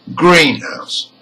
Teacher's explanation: However, with a compound word, it functions more like a noun and is stressed. House, which is the second word, is the unstressed noun here.